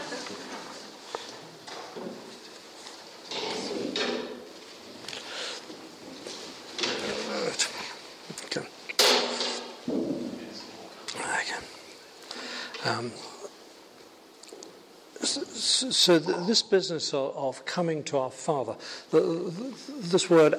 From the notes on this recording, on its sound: held at Highfield Church Southampton, Sunday 23rd July 2017